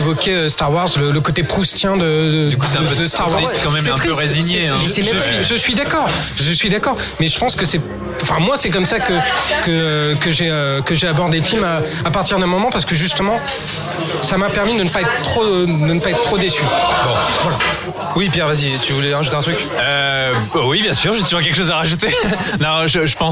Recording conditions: busy venue